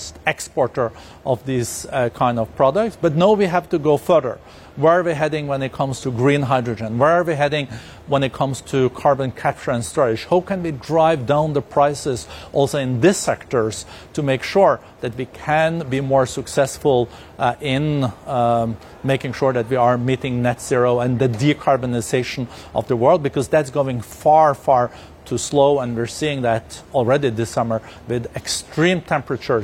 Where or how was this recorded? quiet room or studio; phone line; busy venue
busy venue